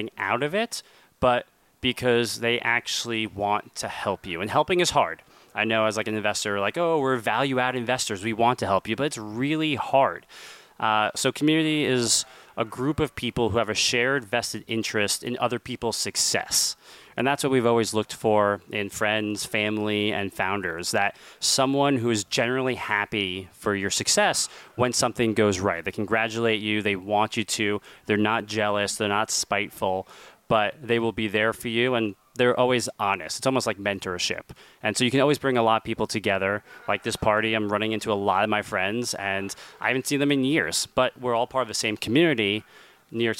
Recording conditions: busy venue